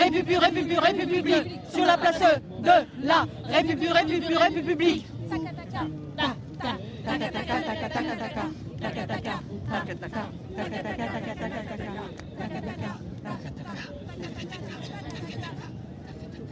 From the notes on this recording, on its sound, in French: Le dispositif est ultra-simple : un seul micro pour tous et une série de jeux sonores à fabriquer ensemble. Invités par Radio Debout sur la place de la République dans la Nuit Debout, nous avons démontré en public, en plein air et debouts notre amour du micro mono, de la radio, du direct, du cri et de la lutte. Quelques passants.